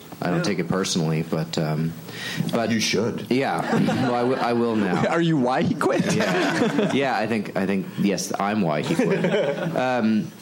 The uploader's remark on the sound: Panel from ATX Television Festival. Recorded June 5, 2015 at ATX Television Festival.